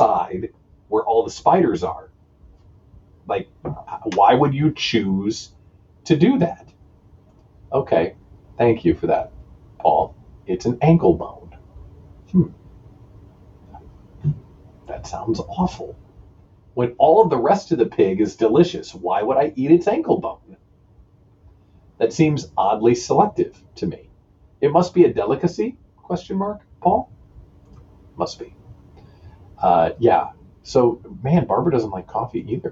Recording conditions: poor microphone